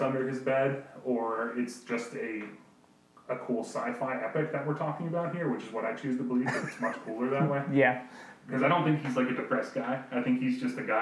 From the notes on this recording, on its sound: We apologize for the audio quality in this episode. It was a mishap that we attempted to correct but we realize the audio is not near the quality OTBC normally would like to post.